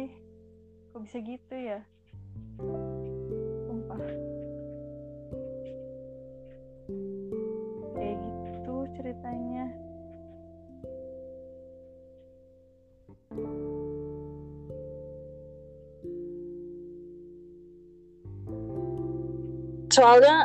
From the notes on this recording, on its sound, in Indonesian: ini audionya gatau kenapa kayak gini ga ngerti lagi tapi ya maklumin ya temen-temen, baru memulai